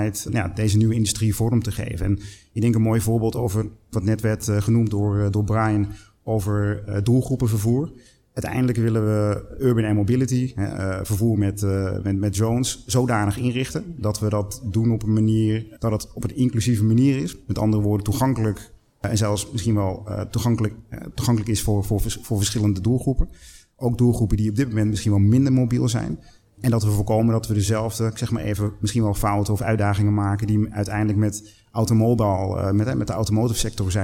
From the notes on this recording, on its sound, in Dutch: Een van de events op de Floriade Expo-terrein. Een live-radioprogramma vanuit de Green Innovation Hub in The Natural Pavilion.